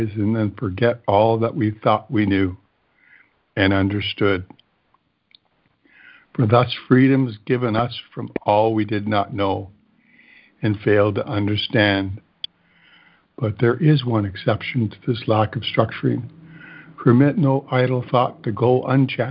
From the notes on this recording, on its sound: ACIM Daily Conference Call